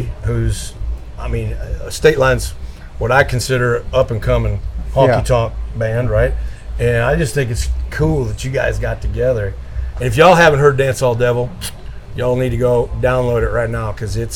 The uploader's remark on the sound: LIVE AT THE BROKEN SPOKE SALOON